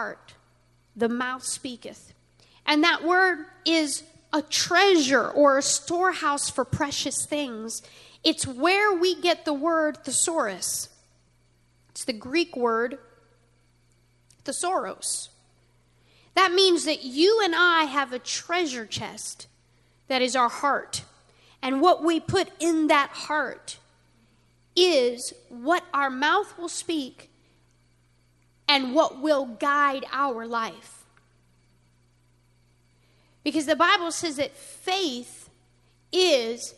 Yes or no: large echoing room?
yes